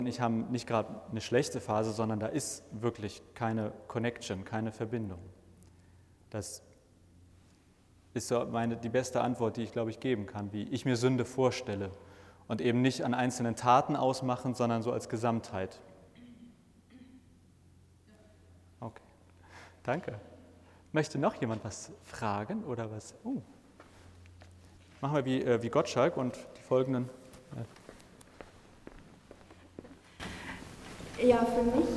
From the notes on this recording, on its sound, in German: Eine Predigt – ausgehend von Psalm 85 – inklusive Rückfragen und Ergänzungen der Gottesdienst-Besucher:innen vor Ort!